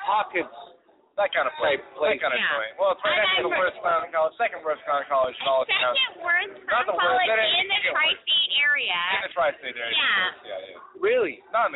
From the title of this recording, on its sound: live at the Old Towne Pub